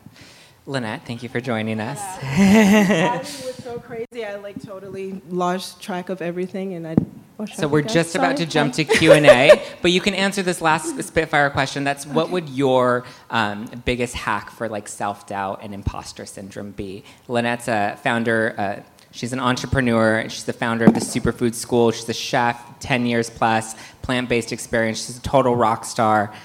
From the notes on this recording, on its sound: Taped LIVE at the 2019 Love Beauty Wellness Festival in Downtown LA.